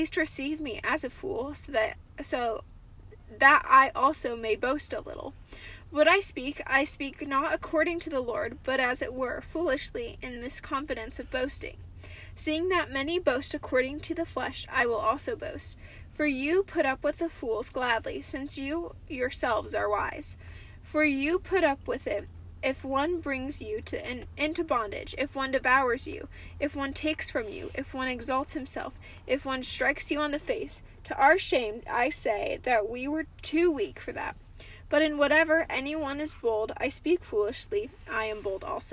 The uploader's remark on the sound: Cozy Convos in the Car!